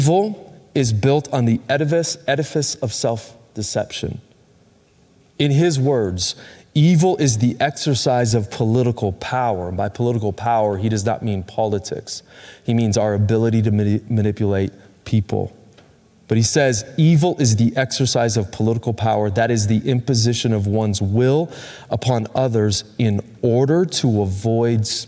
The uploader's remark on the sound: Recorded Live at Capital Church in Meridian, Idaho